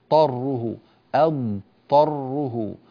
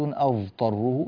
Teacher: فلا يجوز إدخال هذه الضاد في الطاء، وإنما لابد من بيانها مظهرة · Shown in: first take · فنقول ثم بعد أن أنتهي من الضاد أنتقل إلى الطاء، طره أضطره.